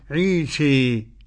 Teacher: وقرأ الإمام أبو عمرو بالتقليل قولا واحدا، عيسى عيسى عيسى. والإمام حمزة والكسائي وخلف العاشر بالإمالة الكبرى